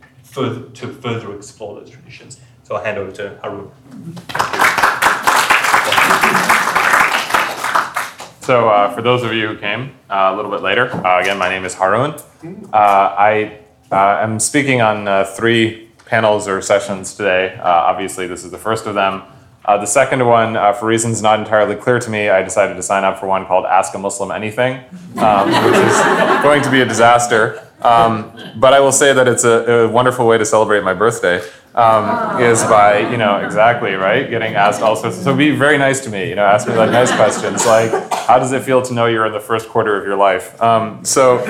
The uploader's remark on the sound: Recorded with permission at Yom Limmud, Sydney 2018.